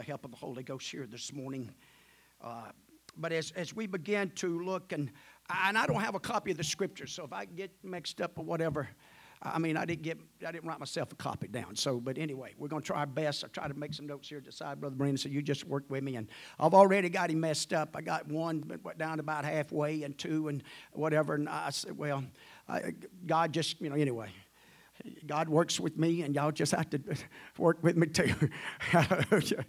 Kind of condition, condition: setting, large echoing room